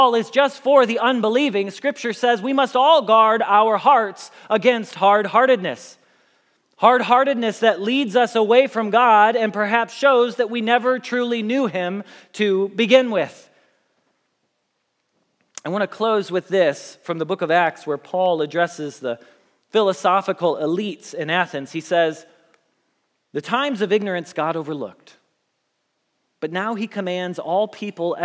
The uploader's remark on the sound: Message Preached at Valley Creek Church